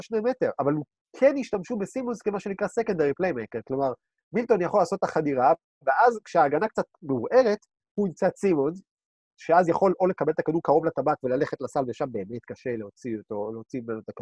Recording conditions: video call